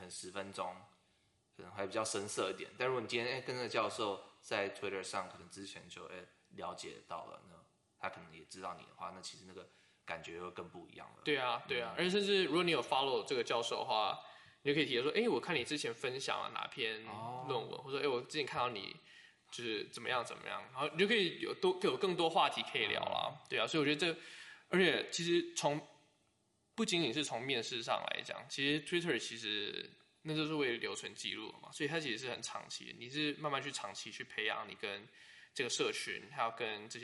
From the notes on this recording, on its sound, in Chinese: 可能有時候錄音的地點限制，後製處理如降噪音等後會降低一些聲音，造成部分聽眾的不便。